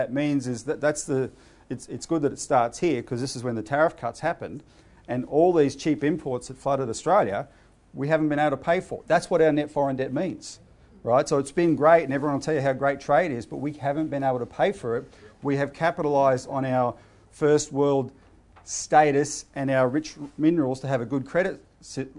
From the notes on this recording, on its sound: given at the CEC's Activist Conference, 26 February 2017